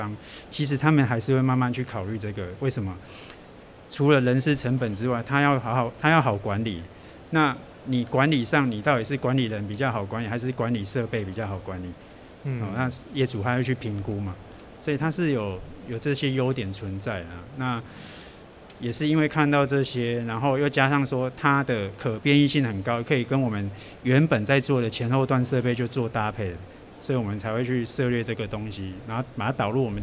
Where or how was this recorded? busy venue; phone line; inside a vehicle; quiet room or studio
busy venue